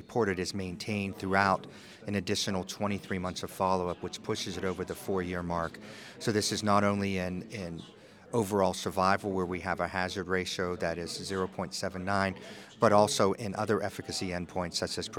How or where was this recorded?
busy venue